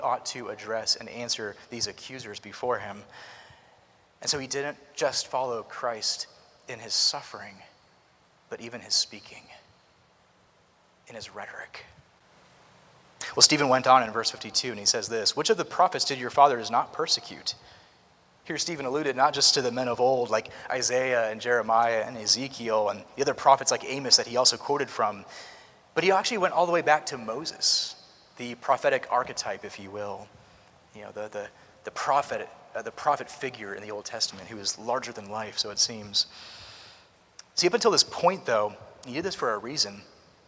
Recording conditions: large echoing room